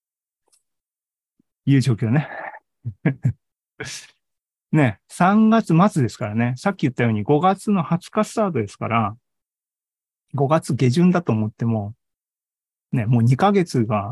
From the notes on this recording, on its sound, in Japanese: ２０２３年３月２９日に開催した ZOOMライブの模様です。